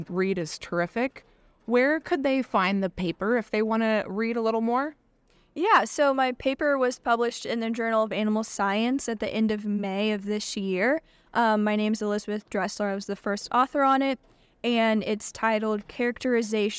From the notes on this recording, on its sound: On location at the annual meeting of American Society of Animal Science in New Mexico.